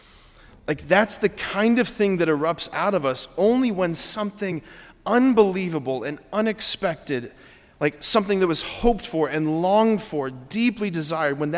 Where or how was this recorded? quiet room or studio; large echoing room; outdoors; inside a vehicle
large echoing room